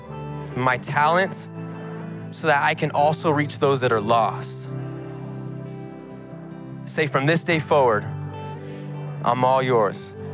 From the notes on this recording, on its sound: Recorded live at Capital Church in Meridian, Idaho